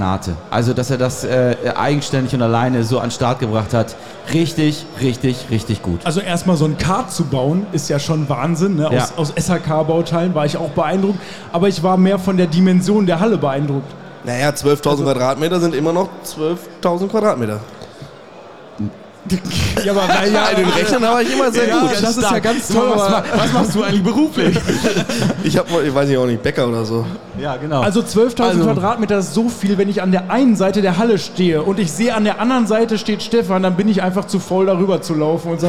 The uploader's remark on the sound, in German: Messe - Tag 5 LIVE. Der Live Podcast von der #CratorStage der ISH 23 Frankfurt.